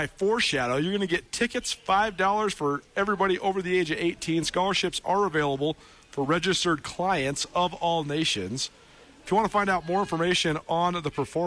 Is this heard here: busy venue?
yes